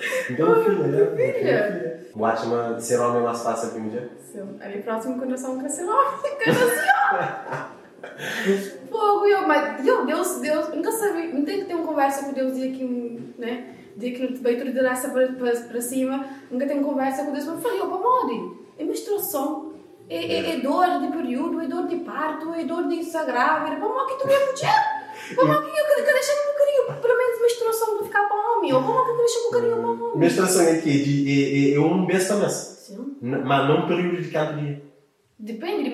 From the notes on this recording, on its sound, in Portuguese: Peço desculpas pelo áudio no início. São só 2:30 min.